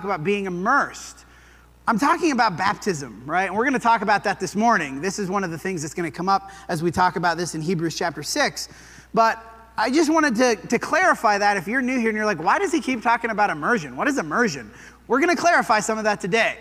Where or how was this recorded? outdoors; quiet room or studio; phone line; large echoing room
large echoing room